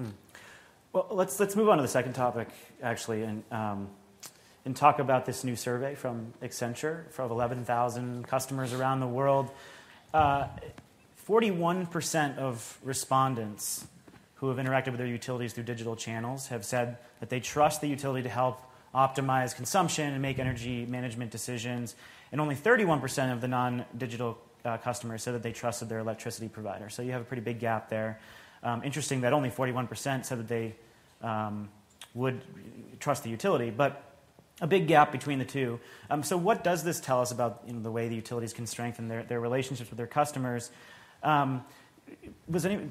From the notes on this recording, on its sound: This week, we have a taping of the Energy Gang from GTM’s Grid Edge Live conference in San Diego.